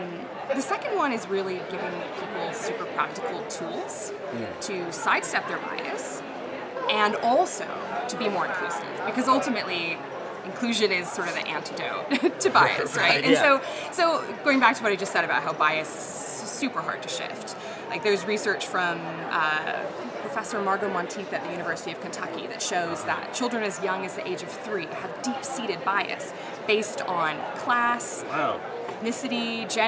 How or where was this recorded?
busy venue